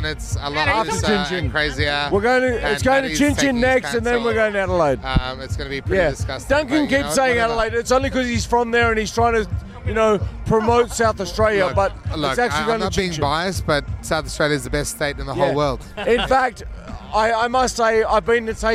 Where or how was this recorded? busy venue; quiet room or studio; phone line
busy venue